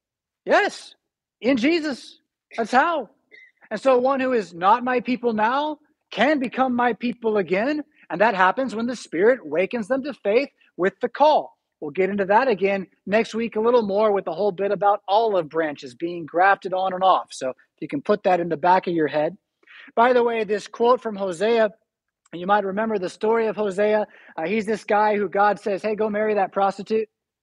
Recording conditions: large echoing room